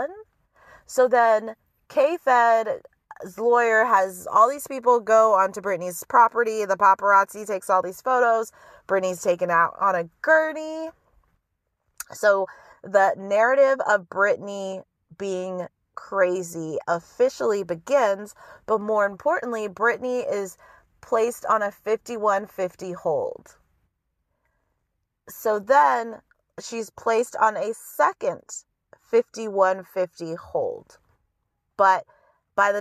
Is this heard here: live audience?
no